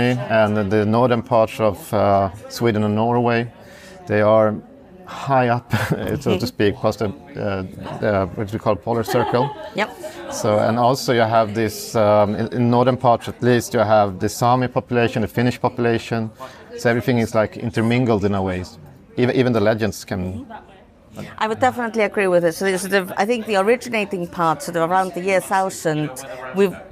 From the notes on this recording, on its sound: Bonus mini episodes recorded live at the International Society for Contemporary Legend Research 40th anniversary conference in Sheffield.